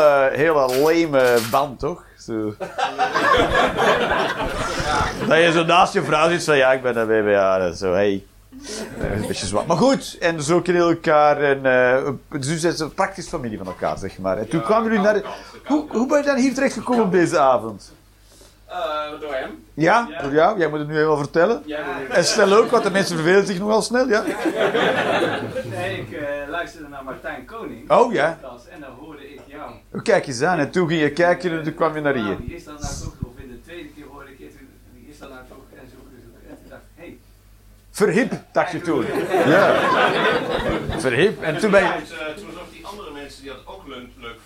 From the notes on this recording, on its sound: Live 19 April 2023, The Joker, Antwerpen